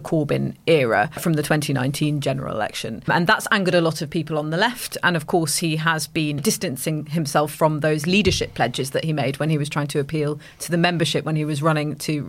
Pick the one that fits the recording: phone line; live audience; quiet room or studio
quiet room or studio